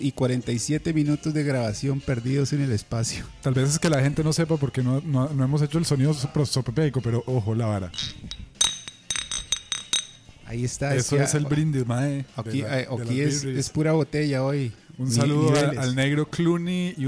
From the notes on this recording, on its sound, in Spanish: Programa que saliera EN VIVO el pasado Jueves 22 de noviembre, desde la cantina BUCHON. Casa mistica prosopopeica en el corazon de San Jose.